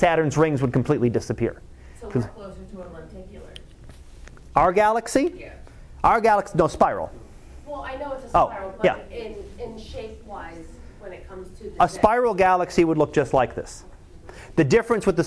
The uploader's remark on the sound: Live Class Lecture